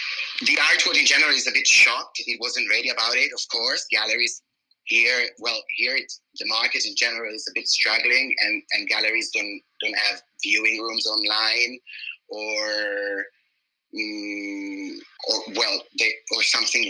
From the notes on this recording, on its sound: Speak on the phone. From where I sit in Los Angeles.